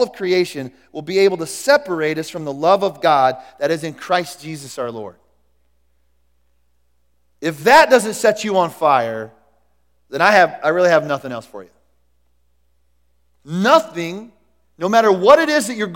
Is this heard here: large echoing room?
yes